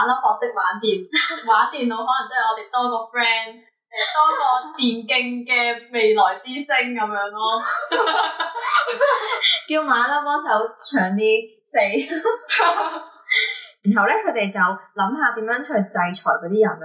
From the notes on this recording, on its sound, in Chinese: 唔好意思，今集因為技術問題收音比較差，請大家見諒！下次一定會check好啲器材先！